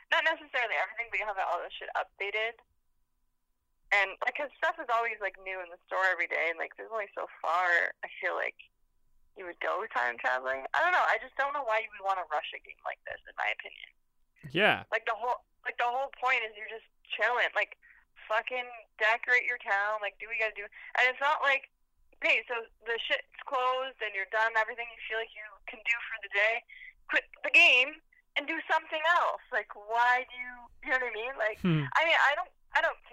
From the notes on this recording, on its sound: joins via phone call